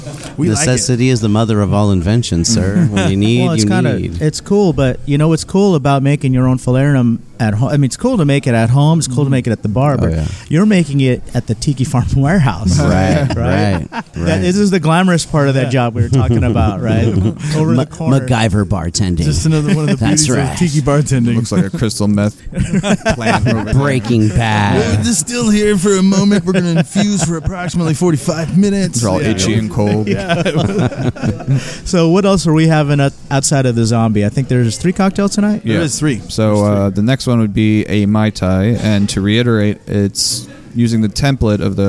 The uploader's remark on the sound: Today we record live from the 2nd Annual Orange County United States Bartenders Guild's Tiki Meeting hosted by Tiki Farm, the world's largest manufacturer of tiki mugs.